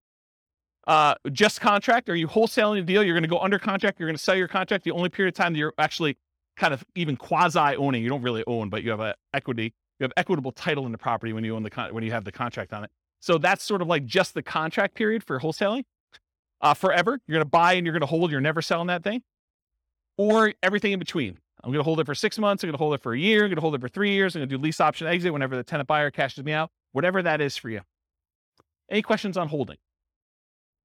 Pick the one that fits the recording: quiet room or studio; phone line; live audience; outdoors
live audience